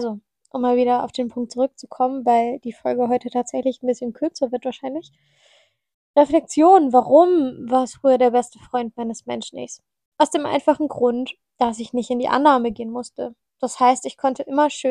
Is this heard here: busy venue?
no